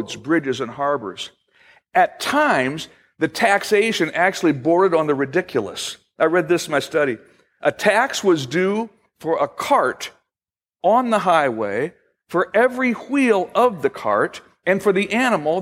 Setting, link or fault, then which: setting, large echoing room